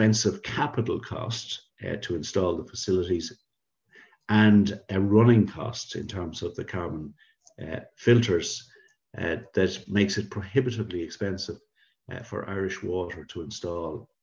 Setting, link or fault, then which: link, video call